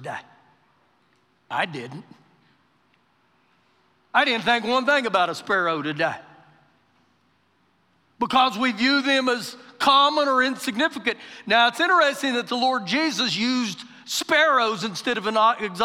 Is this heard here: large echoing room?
yes